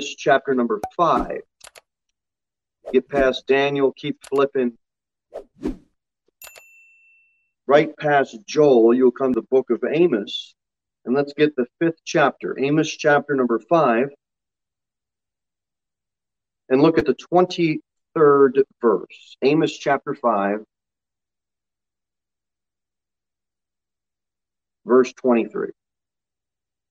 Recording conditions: large echoing room